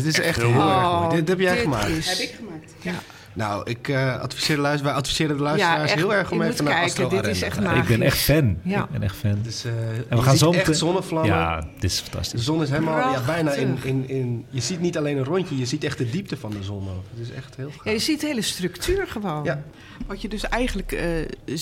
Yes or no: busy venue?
yes